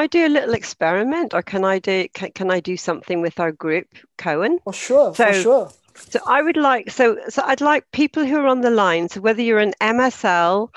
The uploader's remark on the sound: In this webinar recording